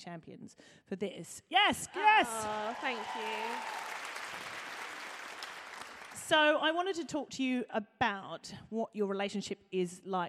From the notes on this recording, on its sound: This episode was recorded LIVE at the Birmingham Podcast Festival in front of an actual audience.